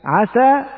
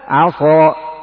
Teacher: عسى لو فخمتها ستصير عصى